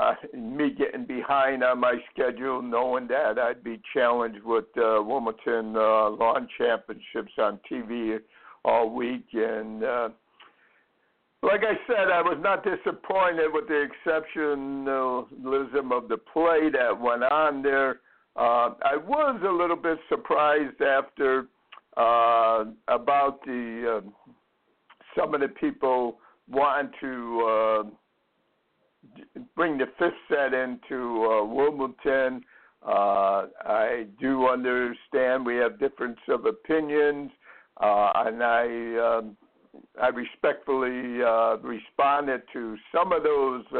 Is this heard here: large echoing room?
no